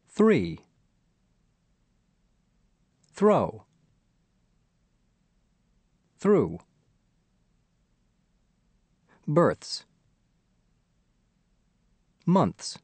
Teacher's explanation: Consonant clusters with the voiceless th might also be difficult. The th sound is a continuant, so you need to sustain the th sound until you say the next consonant.